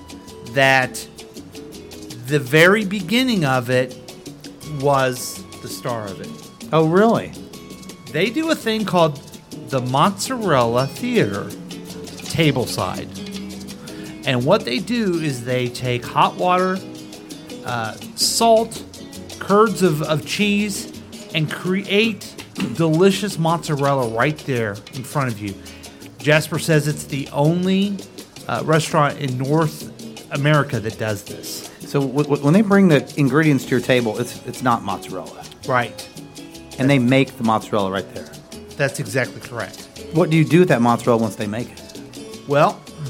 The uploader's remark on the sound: Live from The Lakewood Local